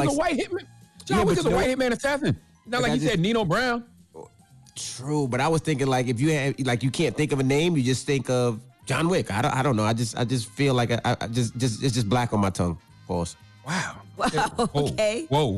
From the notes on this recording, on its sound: Call. We opened up the phone lines to see if any of our listeners found something new about their partner during quarantine?